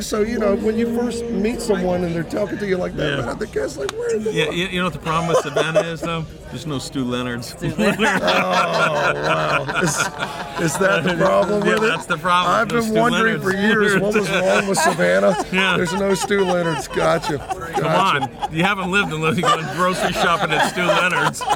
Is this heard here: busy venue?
yes